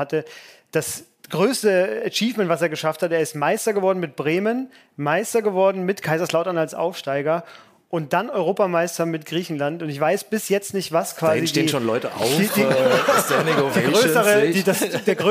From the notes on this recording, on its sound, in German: ZEIT ONLINE Podcastfestival. Wurde eine Folge vor Publikum aufgenommen und zum ersten Mal waren alle drei Hosts gleichzeitig auf der Bühne. Das Publikum wiederum glänzte unter anderem mit Ausführungen zum Ursprung der Schrankigkeit.